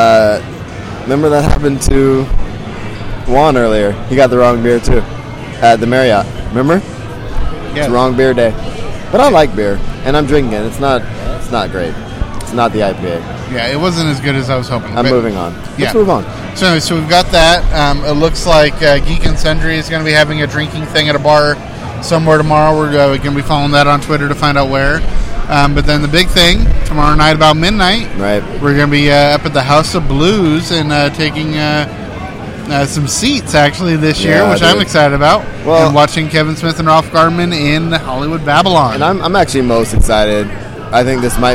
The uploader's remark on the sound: The audio quality isn't the best, as we were in busy areas. San Diego Comic-Con 2015. The audio quality isn't the best, as we were in busy areas.